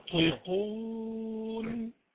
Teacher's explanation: النون المخفية بتاعت ينطقون النون الغنة هتكون مفخمة عشان بعدها طاء مفخم